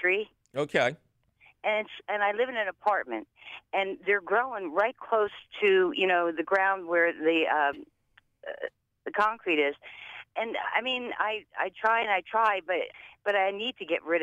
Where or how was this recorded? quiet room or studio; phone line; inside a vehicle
phone line